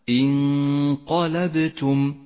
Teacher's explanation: تخفى النون بالقاف مع بقاء غنة للنون زمنها حركتان ولذلك لونت هذه النون الساكنة بالأخضر في مصحف التجويد إشارة إلى الإخفاء وموقع الغنة انقلبتم ولاحظ أن هذه الغنة غنة مفخمة.